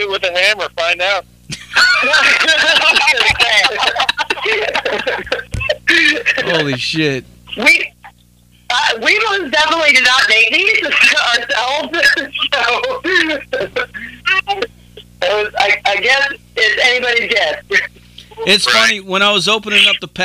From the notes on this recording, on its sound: called in live on The … Show